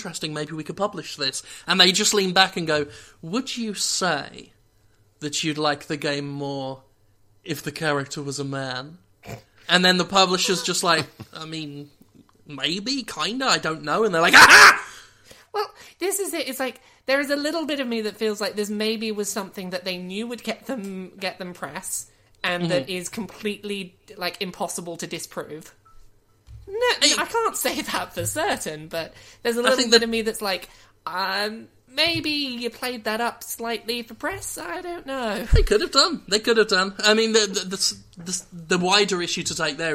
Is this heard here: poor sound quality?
no